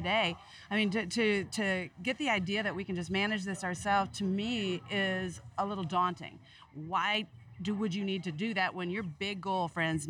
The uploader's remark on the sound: At the Farmers Branch Chamber of Commerce 30th Annual Golf Tournament held at the Brookhaven Country Club May 27, 2020.